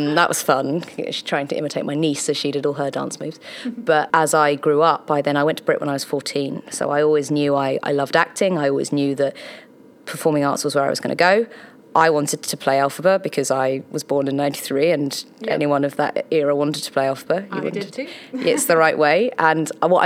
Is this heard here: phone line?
no